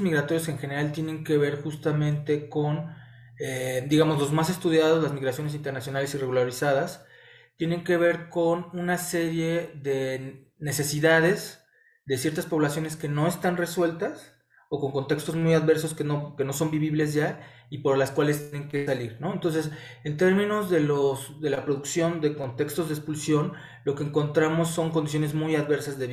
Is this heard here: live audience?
no